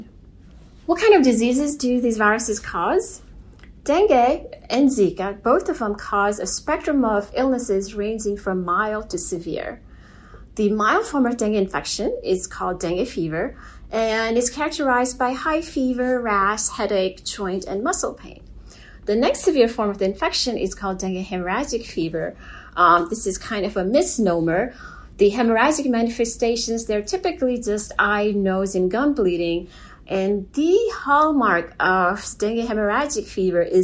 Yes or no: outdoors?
no